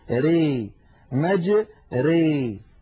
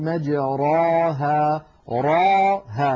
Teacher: الراء هنا أصلها مجراها، الراء مفتوحة، ولكنها لما أميلت لم تعد مفخمة · Shown in: first take · Term: الإمالة الكبرى